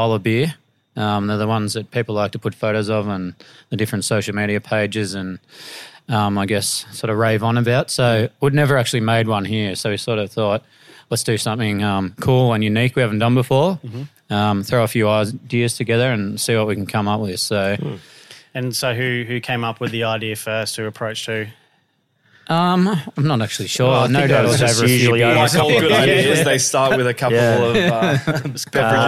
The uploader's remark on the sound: this podcast is recorded out of Revel Brewing Co in Bulimba